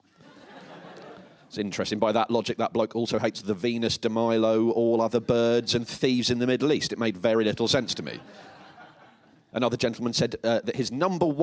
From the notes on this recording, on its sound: Edinburgh festival podcast: The Guardian Live at the Gilded Balloon. Live on stage for some standup.